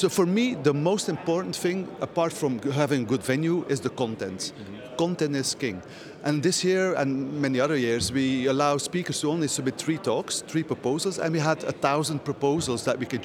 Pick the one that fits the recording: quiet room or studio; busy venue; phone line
busy venue